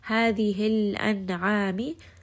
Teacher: lam has tawassut, noon has tawassut, rest on both of these.